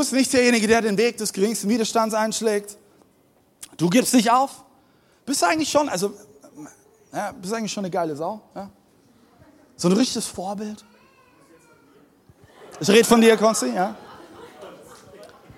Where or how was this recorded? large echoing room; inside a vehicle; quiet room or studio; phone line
large echoing room